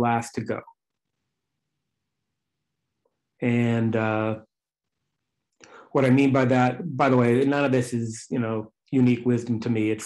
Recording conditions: video call